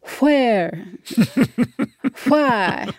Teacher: If you're in the South or some places, they say where, why. Like that's a thing, that the H is there · Term: the WH thing